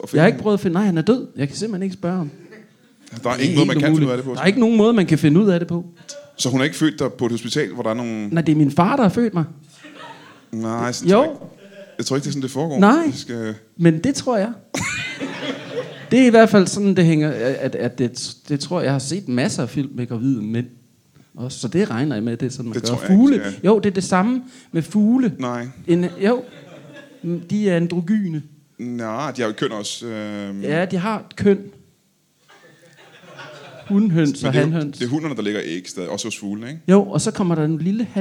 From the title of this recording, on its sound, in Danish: LIVE fra Mojos Blues Bar